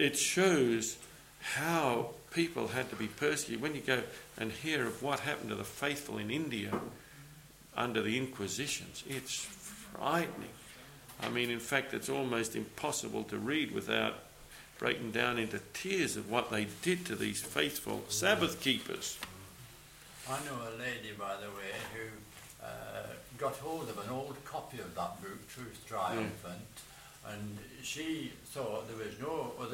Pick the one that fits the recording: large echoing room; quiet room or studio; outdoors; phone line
large echoing room